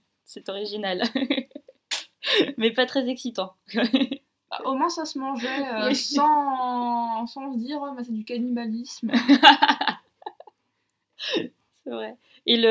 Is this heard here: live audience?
no